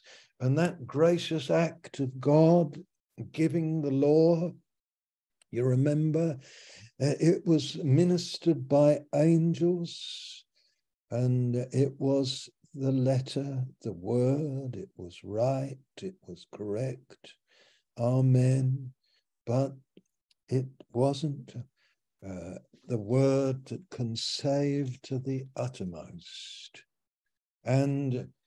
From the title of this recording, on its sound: Malaysia Meets (Zoom)